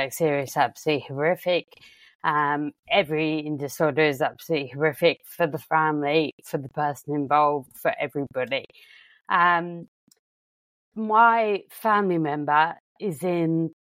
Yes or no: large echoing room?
no